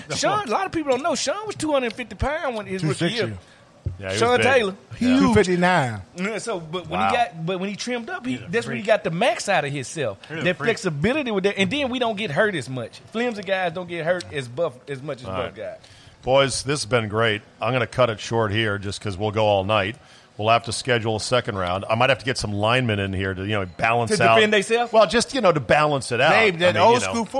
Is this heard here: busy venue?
yes